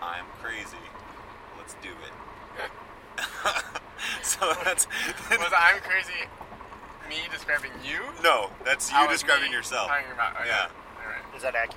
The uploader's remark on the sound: Sorry about the sound quality: we recorded this in a car racing down the highway while sleet poured down. Recorded just after we finished the first race: the Cupid's Love Dash 5K, held in Highland Park, Illinois.